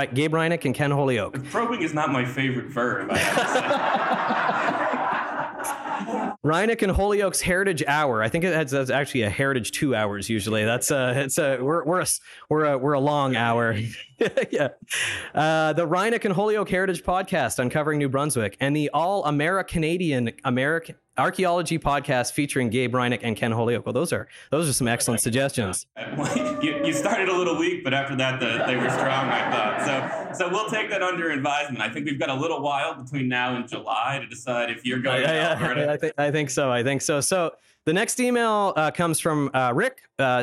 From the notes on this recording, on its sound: We're also in the same room, and joined by a whole crowd of people in the Riverside Room at Picaroons Roundhouse/540 North on the banks of the Wolastoq. It's our first live episode, recorded in Fredericton on February 20th as part of the APANB/UNB Anthropology sponsored "Night of New Brunswick Archaeology".